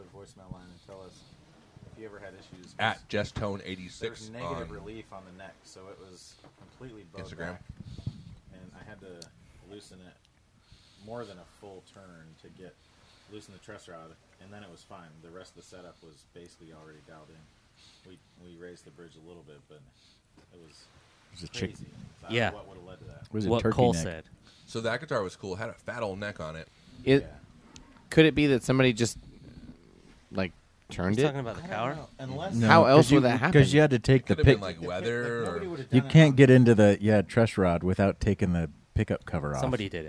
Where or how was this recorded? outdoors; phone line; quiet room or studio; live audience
outdoors